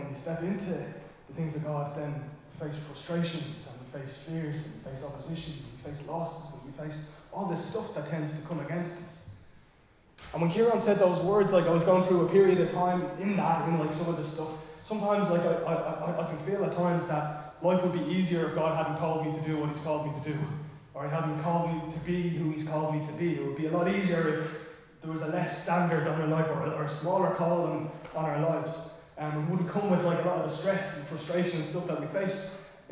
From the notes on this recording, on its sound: Recorded live in Liberty Church on 13 November 2022